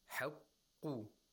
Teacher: the qaf has a dhamma, so it has the moderate level of tafkhim because you're making the lips, you're rounding the lips, you're making the lips rounded.